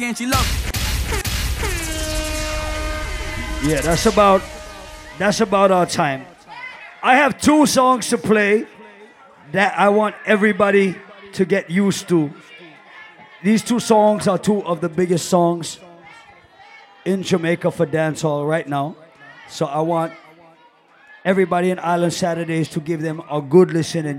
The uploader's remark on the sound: LIVE AUDIO ! Live audio recording from the Island Satudays launch on Saturday July 10th in Providence, RI.